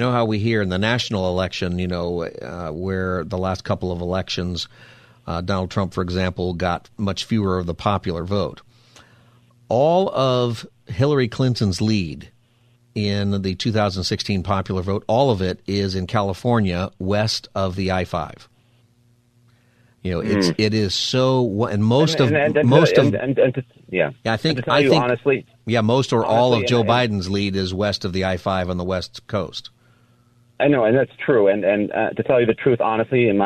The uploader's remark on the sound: Open Phone Friday Continued.